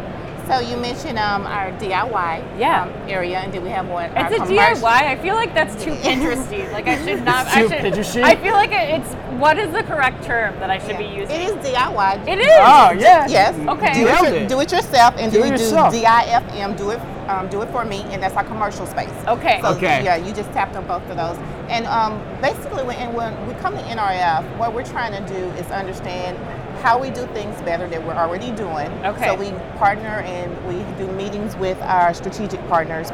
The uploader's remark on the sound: Live From NRF 2024. From their podcast studio inside the VusionGroup booth #5420. National Retail Federation Big Show Coverage.